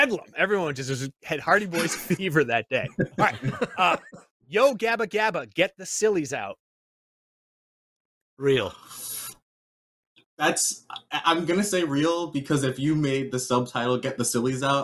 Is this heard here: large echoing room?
no